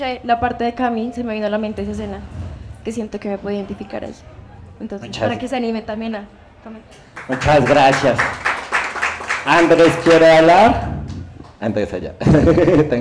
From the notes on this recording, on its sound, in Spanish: Nuestro último episodio fue grabado con público en nuestro #ZOOMEnVIVO